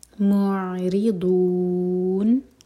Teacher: معرضون، را کے نیچے کسرہ تو را باریک، ضاد زبان کے سائڈ سے پڑھا جائے گا. معرضون، دو چار حرکہ لمبا، نون کو ساکن کر کے رک رہے ہیں تو یہ مد عارض لے سکون ہوا.